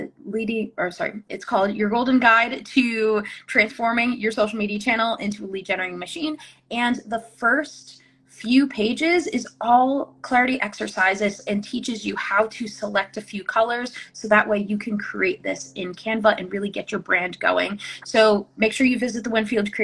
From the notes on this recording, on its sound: re-airing an Instagram live